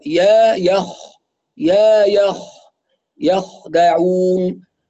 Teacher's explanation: الياء مرققة والخاء مفخمة